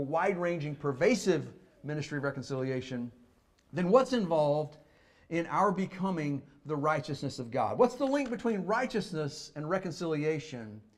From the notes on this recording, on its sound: Fuquay-Varina church of Christ sermon audio